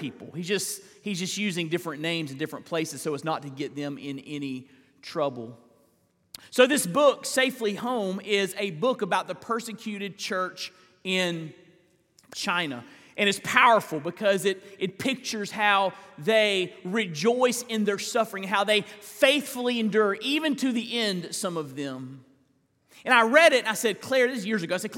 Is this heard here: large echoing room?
yes